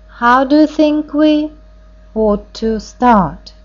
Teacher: that sentence starts on a fairly high note and it continues on that same note until it reaches the word ought